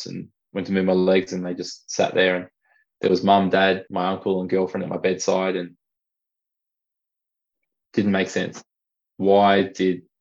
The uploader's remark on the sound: over Zoom